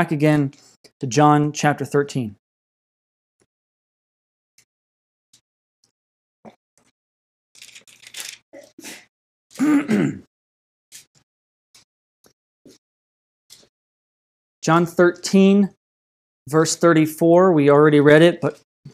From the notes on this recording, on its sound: This message was delivered on November 29th, 2020 at Redeemer Community Church.